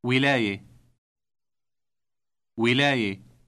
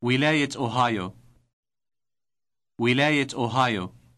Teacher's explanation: Have you noticed the T sound inserted at the end of the word for state? · Shown in: second take · It is always inserted when a pronoun or a noun follows the word.